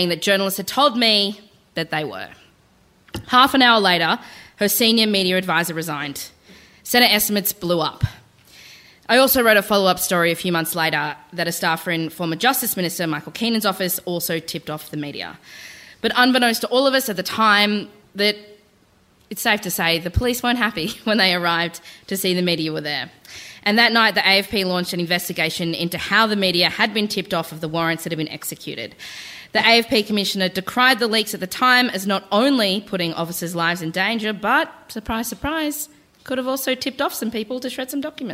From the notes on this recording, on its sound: Recorded live, in front of a massive SOLD OUT crowd at Giant Dwarf.